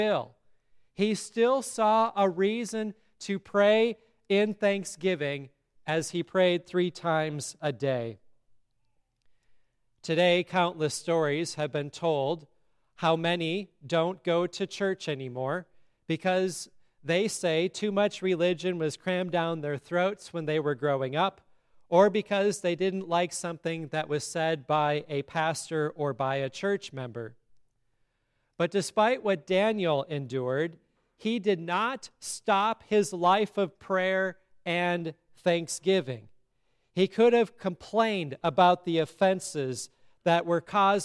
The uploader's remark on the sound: sermon at Grace Lutheran Church, Lexington, MO